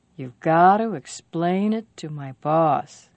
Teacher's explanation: The most stressed words are got, explain, and boss.